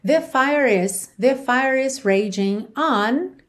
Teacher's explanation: Aqui atenção que fire não tem o E pronunciado, certo? Você termina no som do R. Então aqui você já vai ligar no is.